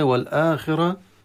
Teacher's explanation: والآخرة الراء مفخمة حكمها التفخيم لأنها مفتوحة